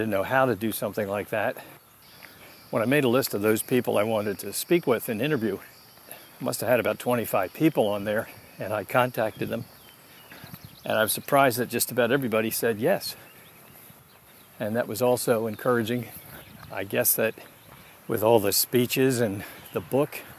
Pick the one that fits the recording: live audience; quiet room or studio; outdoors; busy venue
outdoors